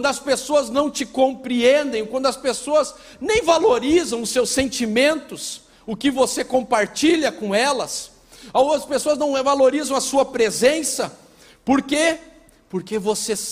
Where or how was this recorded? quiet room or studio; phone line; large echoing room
large echoing room